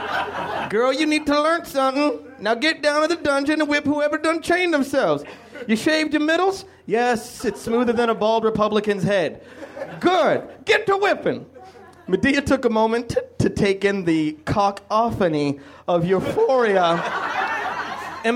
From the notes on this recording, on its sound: Recorded at the Nerdmelt Theater, June 5, 2012.